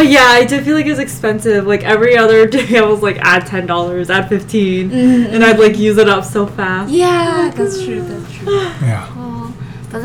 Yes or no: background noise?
yes